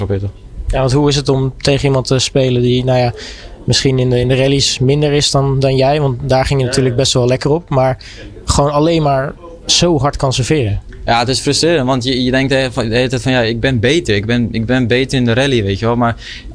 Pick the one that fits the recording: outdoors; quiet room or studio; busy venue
busy venue